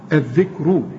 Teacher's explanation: ده الراء بقى مضمومة هفخم